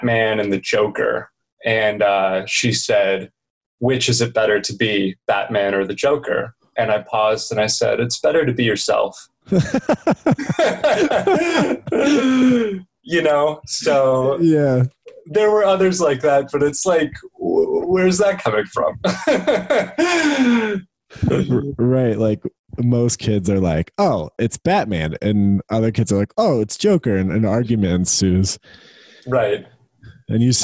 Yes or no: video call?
yes